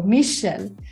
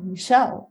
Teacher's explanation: In my home context, I pronounce my name with an accent on the first syllable · Shown in: first take · so Michel.